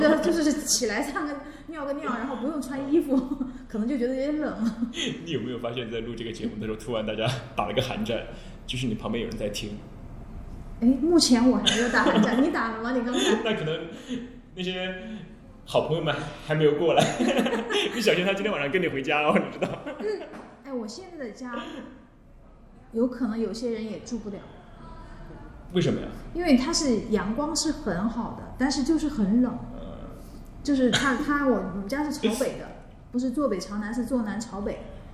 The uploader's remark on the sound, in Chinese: 这期聊天节目是现场听众最多的一期，每个人都听得聚精会神，津津有味。